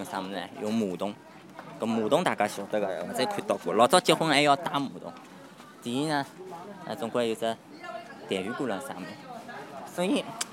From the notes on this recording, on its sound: Soundwalk takes place at night. The dynamic of loud and quiet was amazing, some parts were spoken almost as a whisper to match the general ambience.